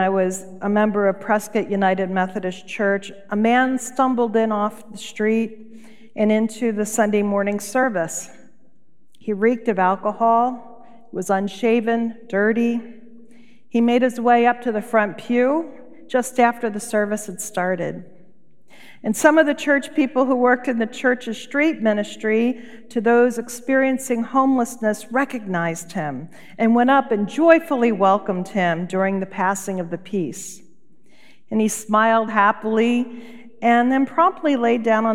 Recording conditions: large echoing room